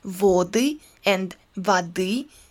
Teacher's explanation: the unstressed O is losing its quality and can be pronounced as A or A, depending on its position in the word. · Term: Akanye